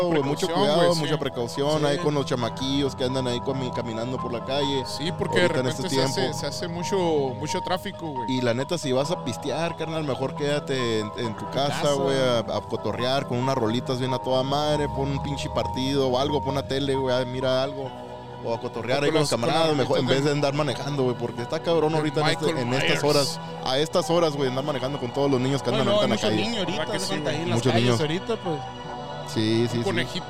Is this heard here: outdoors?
yes